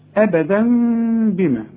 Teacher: لذلك شلك شرطة من الشرطتين الفتحتين دول ورسم لك مين، بيقول لك لو سمحت اوعى تنسى هنا الإقلاب. هتقلب التنوين الى مين وتخفيه وتغنه · Term: اقلاب مع الاخفاء مع الغنه